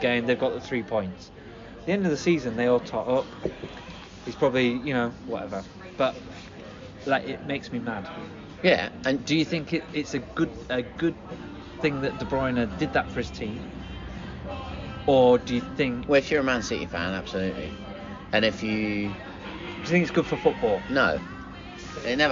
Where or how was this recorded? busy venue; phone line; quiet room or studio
busy venue